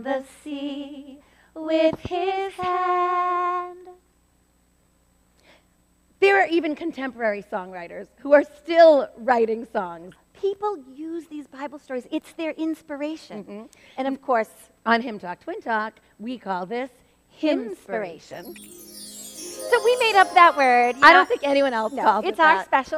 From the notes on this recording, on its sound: This podcast episode was recorded live at First Baptist Church in Reading, Massachusetts.